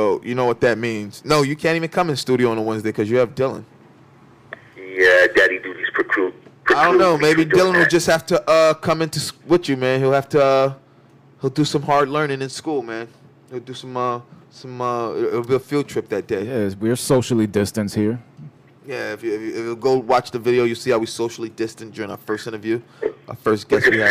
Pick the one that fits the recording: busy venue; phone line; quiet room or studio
phone line